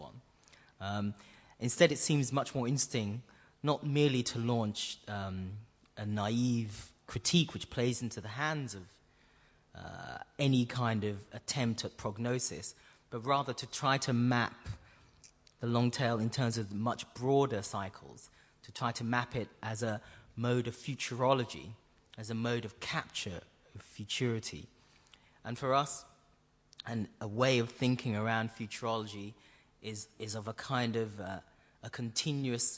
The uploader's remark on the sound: presentation at Audio Poverty in Berlin